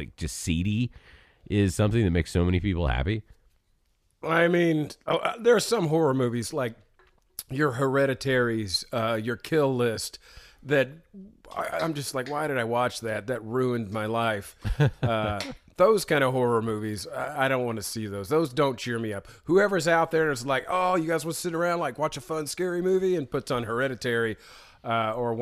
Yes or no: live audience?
no